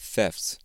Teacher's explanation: that second T at the end of the word kind of disappears, because it's easier to say that way